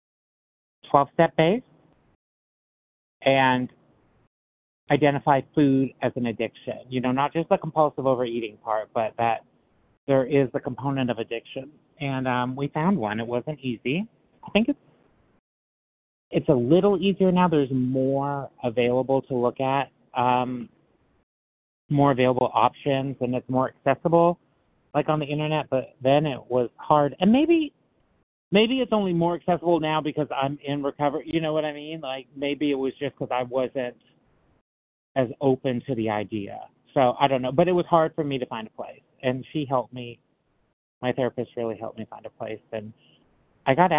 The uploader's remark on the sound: Qualification from the 100 Pounders Phone Meeting.